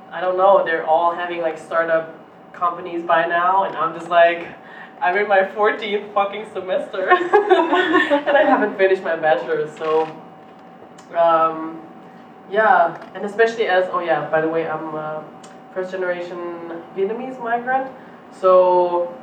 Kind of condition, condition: fault, poor sound quality